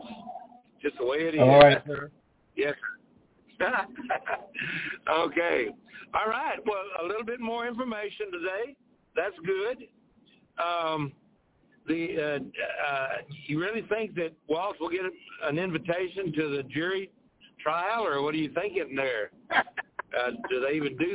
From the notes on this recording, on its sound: TNTSuperfantastic Conference Call